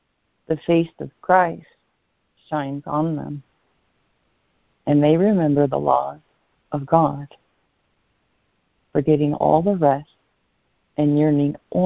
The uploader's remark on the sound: ACIM Daily Conference Call